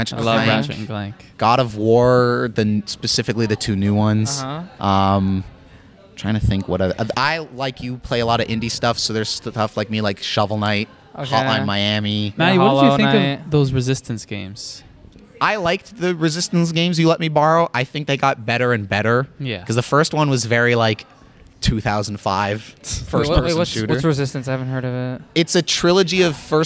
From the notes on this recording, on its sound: LIVE at UTM. The boys went to the University of Toronto Mississauga and recorded a special episode of the show live and with numerous sit in guests from the campus.